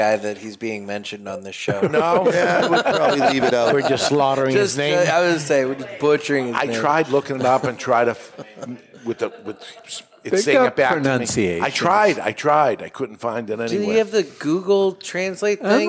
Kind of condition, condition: setting, live audience